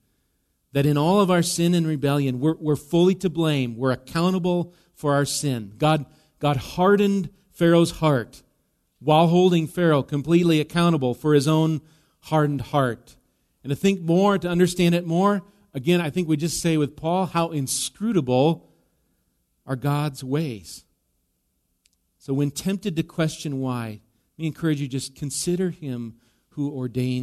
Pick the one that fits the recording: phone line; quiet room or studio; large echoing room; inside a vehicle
large echoing room